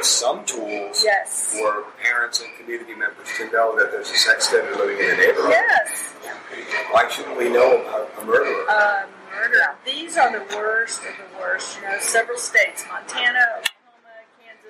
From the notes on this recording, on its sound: Live from Crimecon 2019. Four guests from previous episodes meet up in New Orleans while attending the Crimecon true crime convention to have a live, face to face conversation.